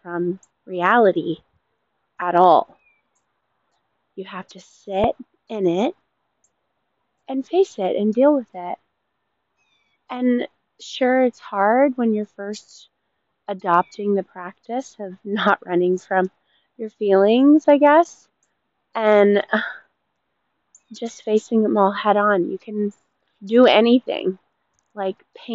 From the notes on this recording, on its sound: This episode was made outdoors so I apologize for all the background noise